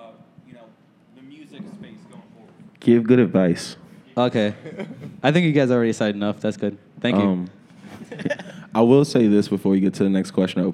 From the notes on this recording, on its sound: In a live panel recorded at Chicago Athletic Association Hotel, a collection of the city's leading production talents come together to share insights into their craft.